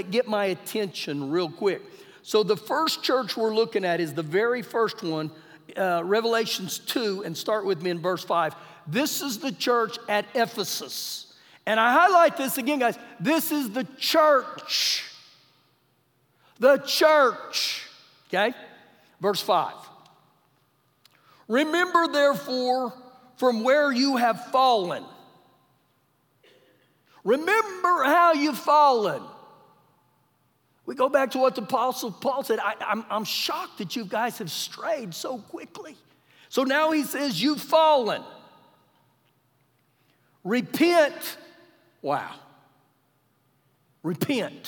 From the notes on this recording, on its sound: Recorded live during our Wednesday night service